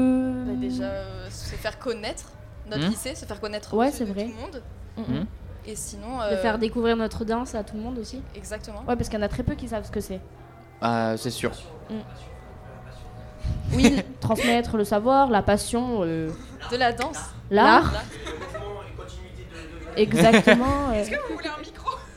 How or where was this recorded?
busy venue